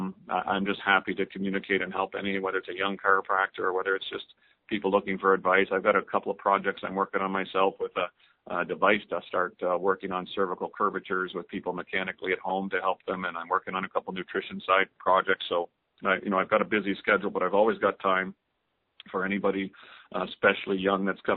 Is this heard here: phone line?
yes